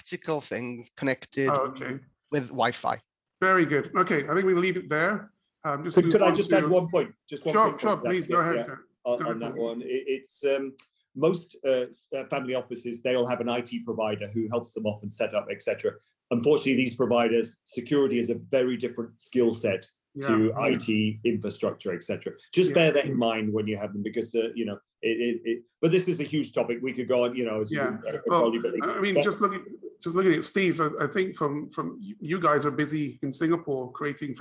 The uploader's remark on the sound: Webinar audio recording dated 2 March 2022.